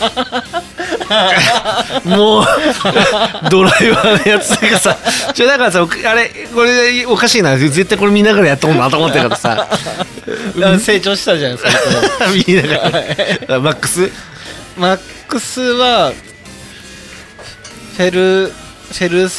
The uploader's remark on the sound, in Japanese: 東海市富木島町、聖地「とんちんかん」で収録！お酒を呑みながらおじさんが喋るラジオ。